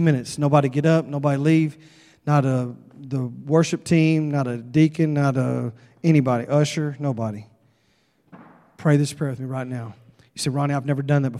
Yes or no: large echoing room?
yes